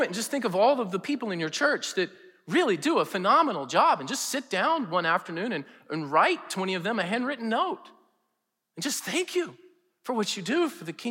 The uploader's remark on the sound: preached in #SWBTSChapel on November 3, 2022